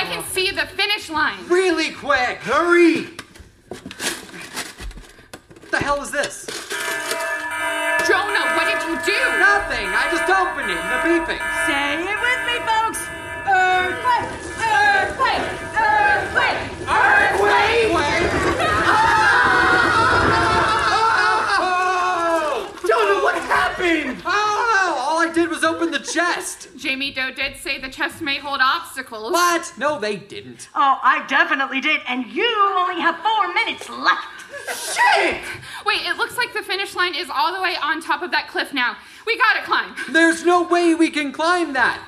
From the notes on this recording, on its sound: Enjoy this recording of two original audio dramas performed (LIVE) in front of an audience in the spring of 2023. Capital Arts Theater Guild partnered with Artist Soapbox to present ASBX LIVE: Bringing the Outside Inside. Were written to be performed with live sound effects. At Theatre Raleigh Arts Center’s, Lobby Cabaret Theatre.